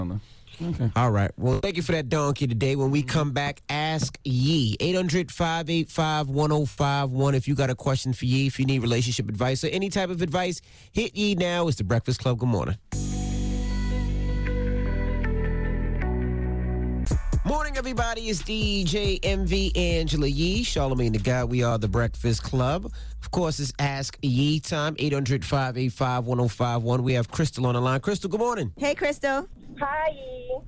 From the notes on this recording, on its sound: we opened up the phone lines